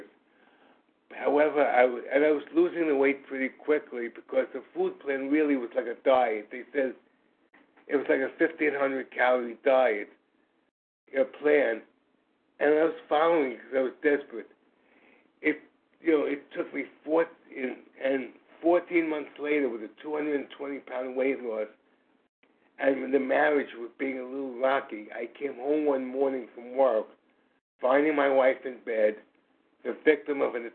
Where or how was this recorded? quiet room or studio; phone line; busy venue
phone line